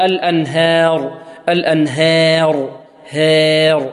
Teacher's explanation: يريد أن يرققها، فيأتي بها فيها شيء من الإمالة، هكذا يقول الأنهار، الأنهار، هير، ها، هذه إمالة.